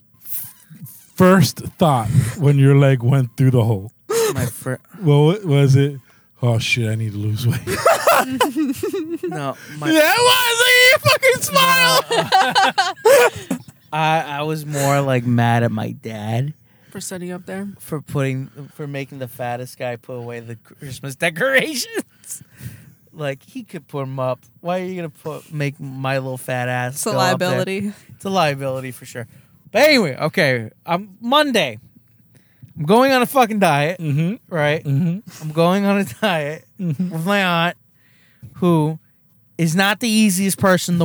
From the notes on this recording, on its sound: we are in the car